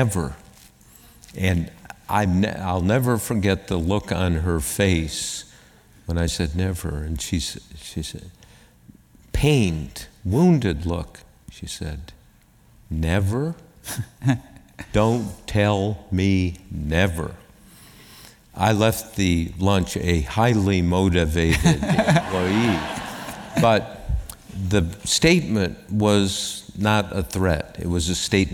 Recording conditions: live audience